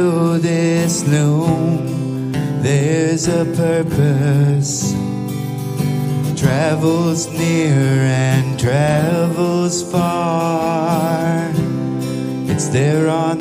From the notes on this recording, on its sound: Today as we broadcast from The Sanford Music Festival in Sanford, Florida